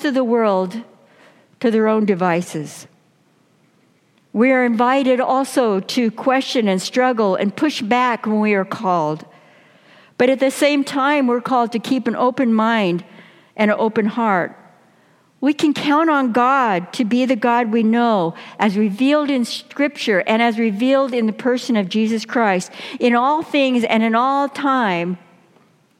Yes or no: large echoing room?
yes